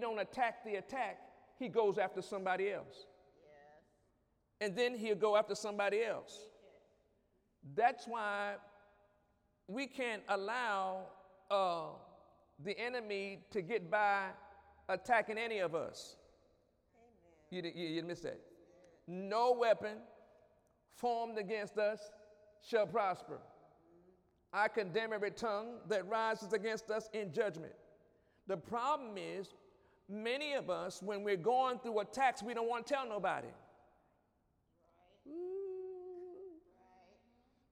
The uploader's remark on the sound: During Wednesday night service on June 21, 2017